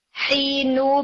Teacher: first नून नहीं पढ़ेंगे और सेकेंड मीम पढ़ेंगे टू टाइम्स नेजल साउंड के साथ · Term: इदगाम बगुन्ना कामिल